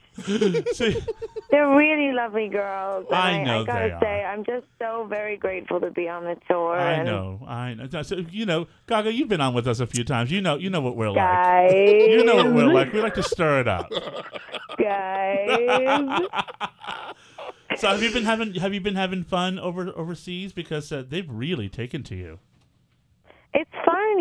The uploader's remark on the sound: our first call in interview